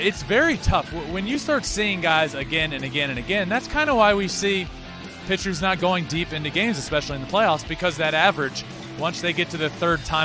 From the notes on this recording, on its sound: LIVE from Game 3 of the World Series at Truist Park in Atlanta! BRAVES HOME FIELD ATMOSPHERE.